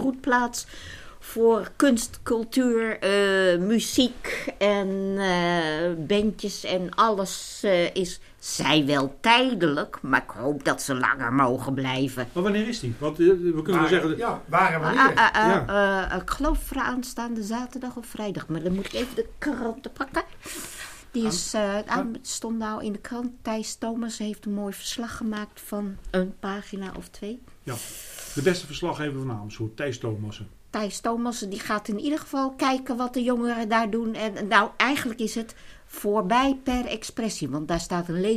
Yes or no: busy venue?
no